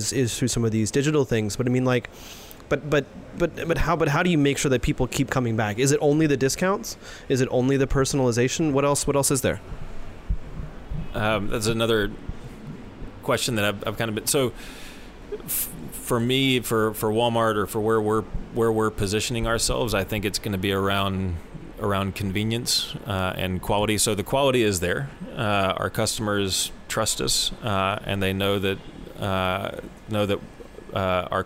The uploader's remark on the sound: live from TechCrunch Shenzhen